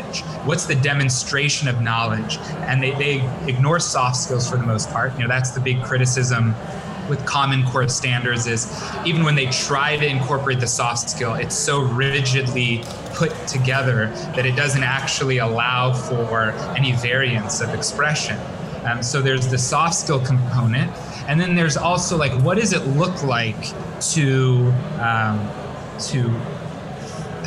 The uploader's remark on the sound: The guys are coming to you live from the Arkansas Department of Educations Summit 2019 in Hot Springs, Arkansas.